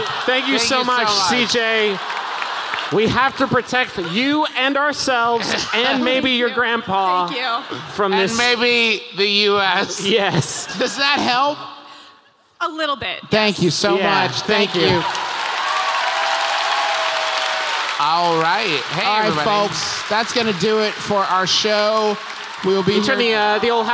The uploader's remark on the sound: We've prepared for you one more live show -- this time, from Seattle's beautiful Paramount Theater!